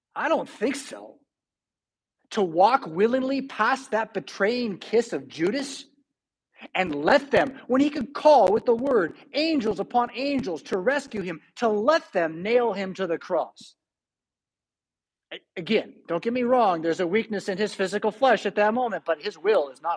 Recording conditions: large echoing room